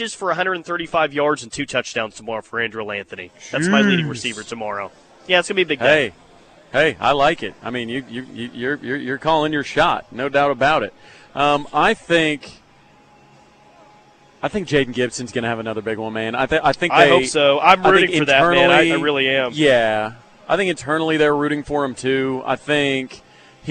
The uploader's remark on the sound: Goes live from the HBC Bob Stoops Charity Golf Tournament at Jimmie Austin.